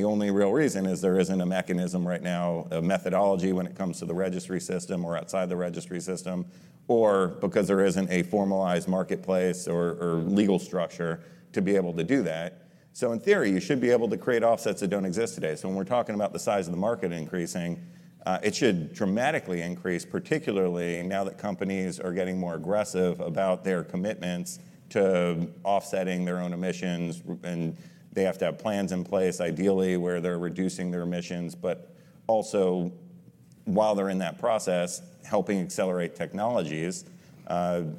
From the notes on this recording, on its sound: Panel discussion. Recorded at the Reuters Event’s USA Commodity Trading 2022 in June.